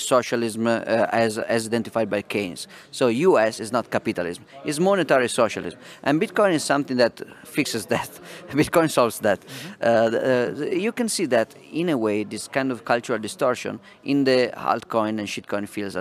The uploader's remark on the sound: Interviews at Baltic Honeybadger Conference in Riga 2019